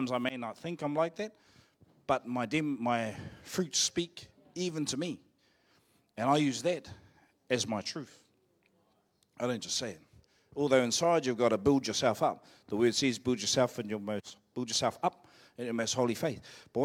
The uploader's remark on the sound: Live From IwiTapu Destiny Church Hawkes Bay